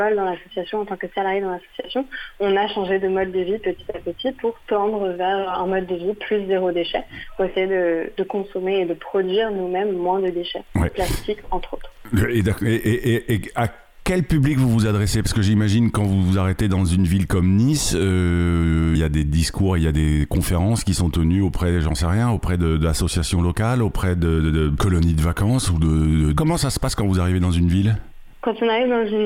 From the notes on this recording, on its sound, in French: En plateau (au téléphone).